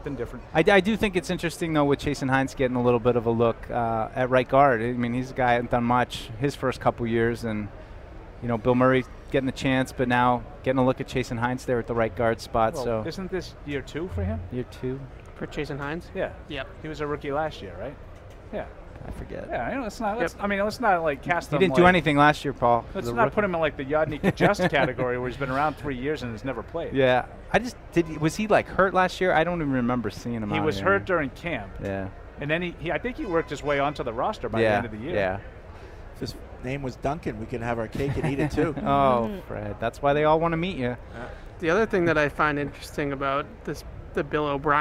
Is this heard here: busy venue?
yes